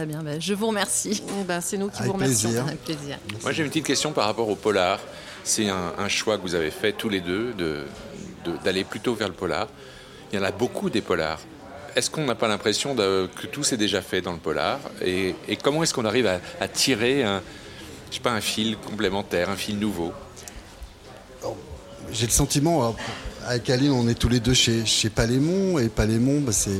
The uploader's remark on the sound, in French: Assis à une table du bar le Clémenceau de Jard sur mer. Qui participent à Escale Littéraire, le festival proposé par la communauté de commune Vendée Grand littoral.